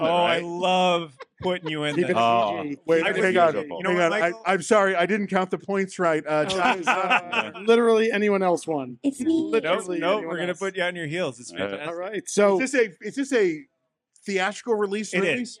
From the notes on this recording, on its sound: This time live from Bullfinch brewpub in Destiny, USA, Syracuse, New York